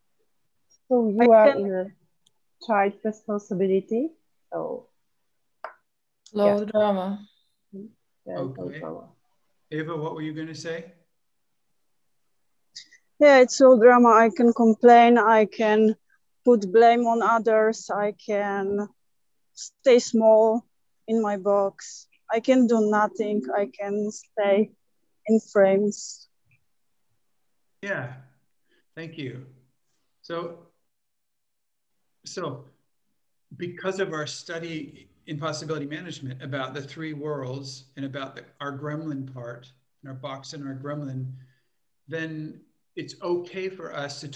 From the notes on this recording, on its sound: This Zoom call is between a member of the Possibility Management Trainer-Trainer Training School (TTTS) and the members of one of the Regional Possibilitator Training groups.